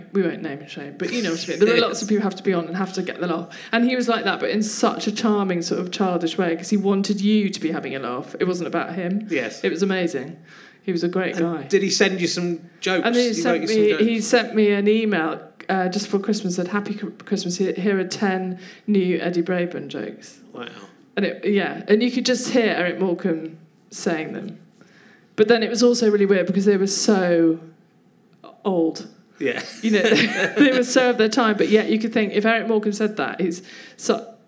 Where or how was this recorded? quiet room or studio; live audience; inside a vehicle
live audience